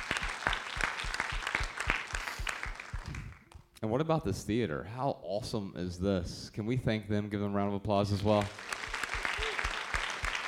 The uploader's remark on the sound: In front of a sold-out crowd in Los Angeles.